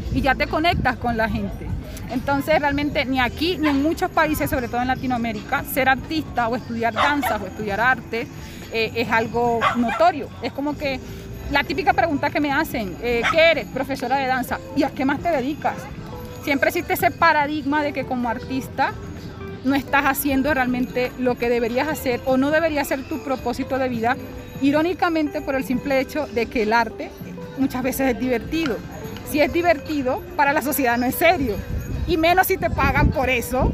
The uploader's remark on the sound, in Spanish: grabación en el centro de Bogotá (carrera 7)